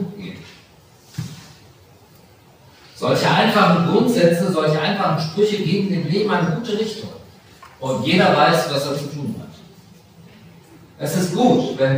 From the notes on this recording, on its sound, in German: Aufgezeichnet im Livestream Gottesdienst der Ev. Melanchthongemeinde Griesheim.